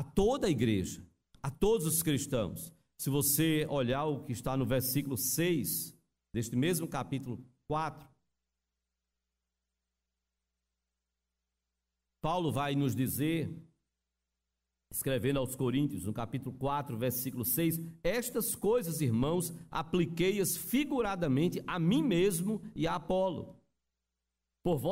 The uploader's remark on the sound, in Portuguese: Culto presencial e transmitido ao vivo no domingo (07/11/2021) à noite (18h), com público limitado a 80% conforme novo decreto do governo do estado de PE devido à Pandemia da COVID-19.